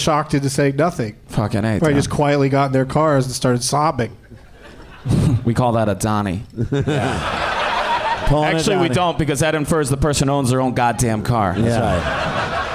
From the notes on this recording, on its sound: Live from the Helium Comedy Club in Portland